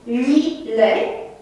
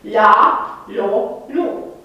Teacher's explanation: L velar este acel L urmat de A, O, U. · Shown in: second take